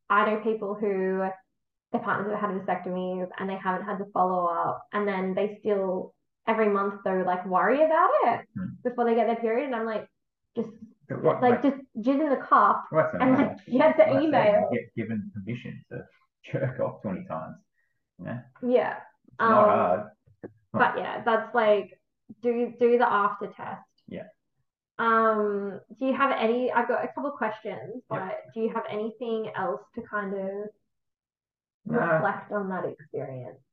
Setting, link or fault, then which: fault, poor microphone